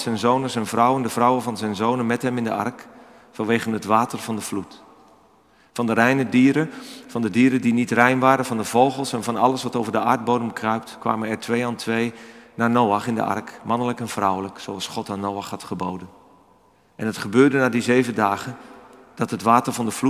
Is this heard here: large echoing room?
yes